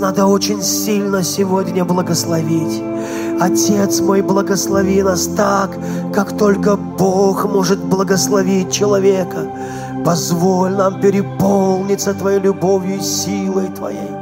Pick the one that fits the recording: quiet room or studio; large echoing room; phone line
large echoing room